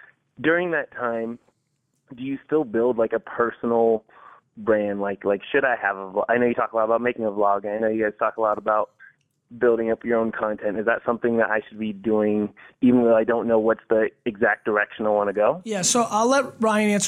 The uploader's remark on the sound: The call ins were great here too